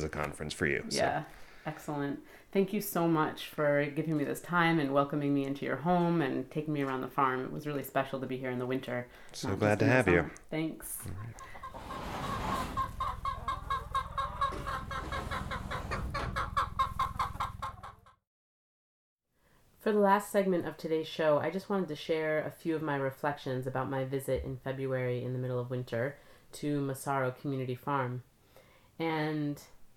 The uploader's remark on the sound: A visit to Massaro Community Farm just outside New Haven, CT